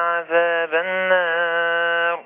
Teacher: النون مشددة في غنى حركتين